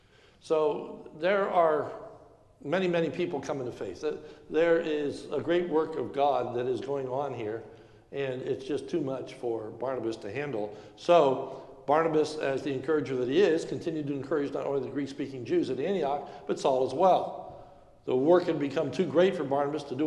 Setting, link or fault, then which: setting, large echoing room